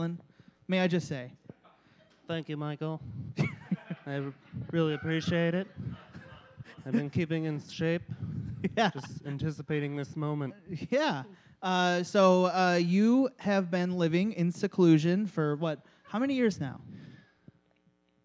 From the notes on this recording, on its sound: we went live at Ant Hall in Hamtramck